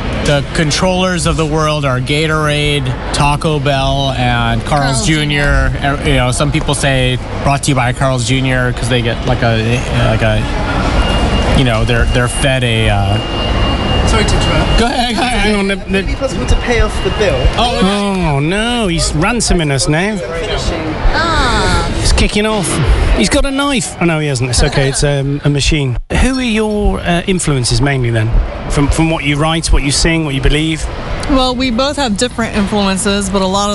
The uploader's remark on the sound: At London's famous Paddington Station. A few beers, chat and then a curry in Spring Street, Paddington.